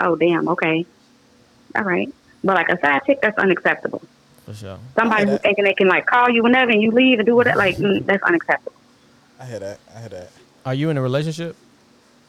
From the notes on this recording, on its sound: Guests call-in live to share the wildest stories.